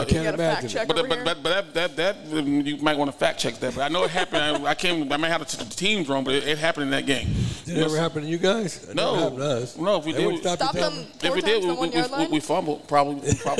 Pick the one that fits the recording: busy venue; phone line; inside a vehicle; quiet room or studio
busy venue